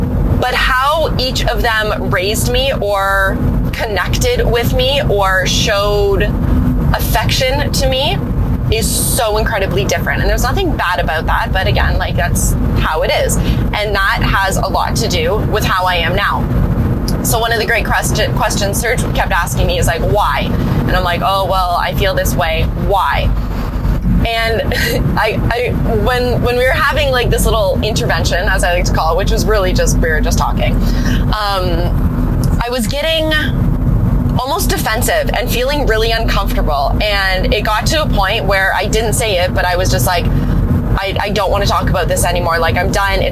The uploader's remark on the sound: My first 'car chat' episode